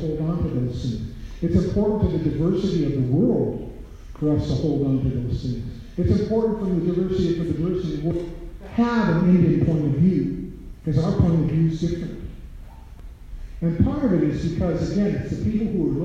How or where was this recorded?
live audience